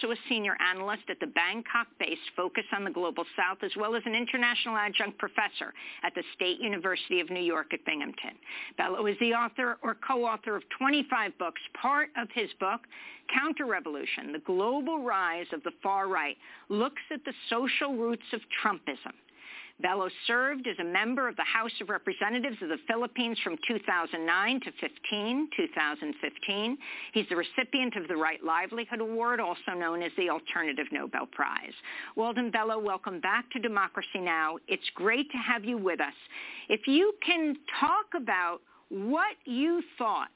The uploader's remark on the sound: Live & Call-In